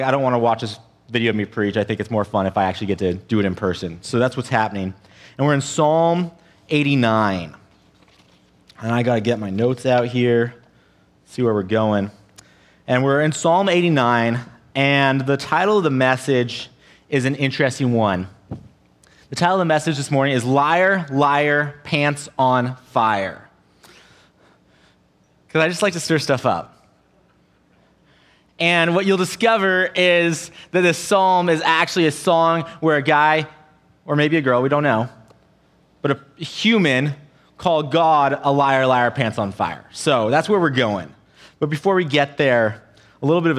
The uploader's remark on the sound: An audio only recording of our service.